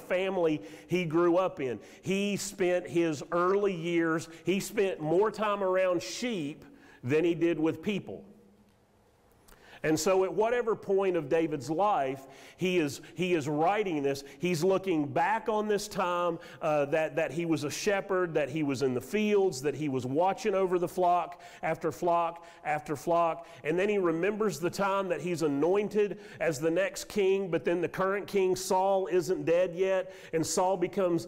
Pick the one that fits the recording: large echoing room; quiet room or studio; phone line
large echoing room